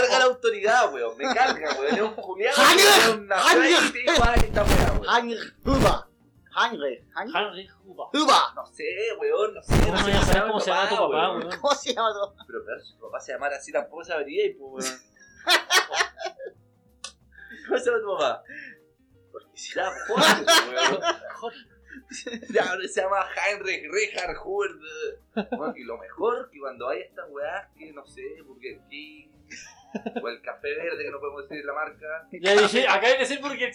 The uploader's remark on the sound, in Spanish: Es por ello que perdimos el fin de semana aprendiendo a remasterizar el episodio piloto. Bajamos el db general del audio, para quienes quieren conservar la audición, eliminamos en lo posible algunos ruidos molestos y agregamos una sensual música de ascensor de fondo para ocultar la precariedad del audio.